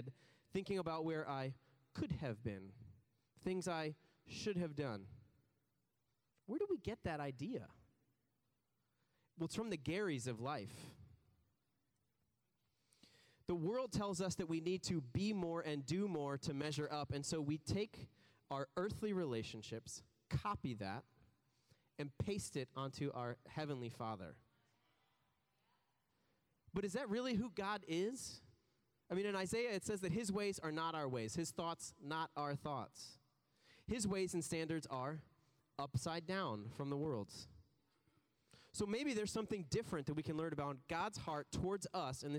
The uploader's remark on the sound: preached this message on July 16th at our Downtown community